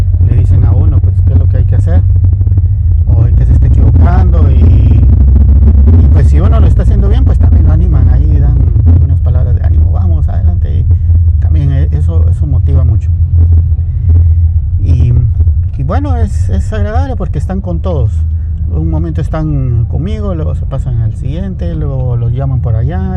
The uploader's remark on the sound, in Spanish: Nuevamente con un poco de fallas técnicas en el audio, lo siento.